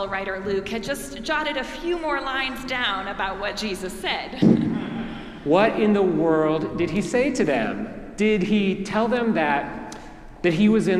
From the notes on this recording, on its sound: Preached at our celebration of the Holy Eucharist on the Third Sunday of Easter.